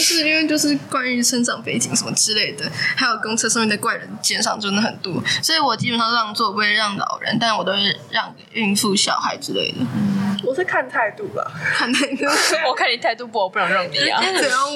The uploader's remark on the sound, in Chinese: 第一次錄音有一點收音問題